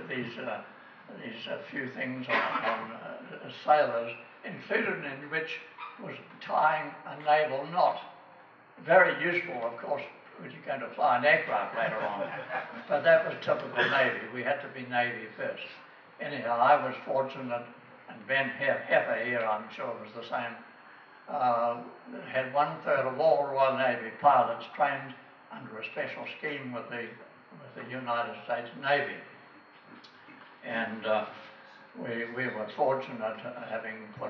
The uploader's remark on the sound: This recording was made on the 14th of May 2011 at the Cambridge Club, in Cambridge at the Wings Over New Zealand Aviation Forum’s annual gathering, which this year was the Forum Meet and Veterans Day.